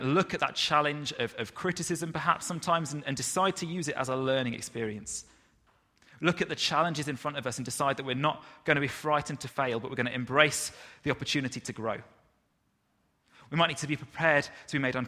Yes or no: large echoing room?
yes